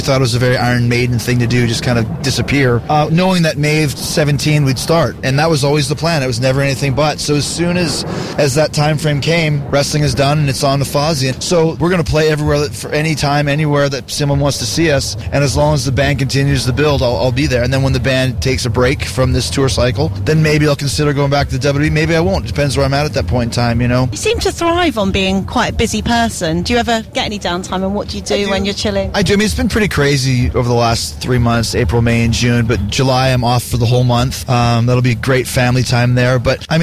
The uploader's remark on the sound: backstage at Download Festival